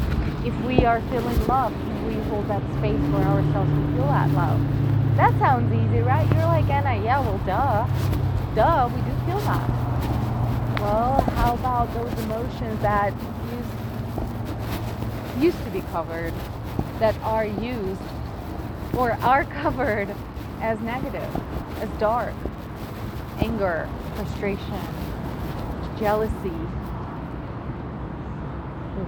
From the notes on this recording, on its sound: I'm nowhere near my recording equipment, so let's go on a walk together and have a chat!